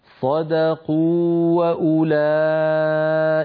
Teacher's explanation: ولا نذهب المد الذي في الواو الأولى · Term: واو مادية